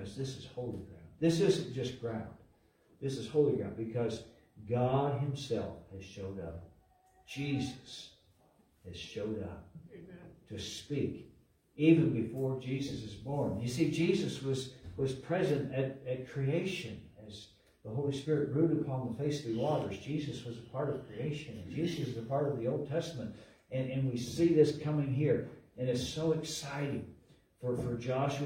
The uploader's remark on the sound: LIVE from Calvary